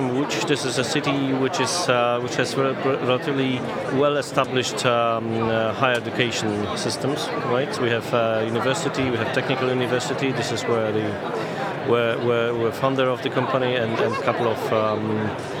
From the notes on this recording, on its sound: The final episode recorded at Slush in Helsinki, that we produced in partnership with Remote, the global HR platform, where we recorded a series of interviews from Remote's booth with a number of the speakers and attendees.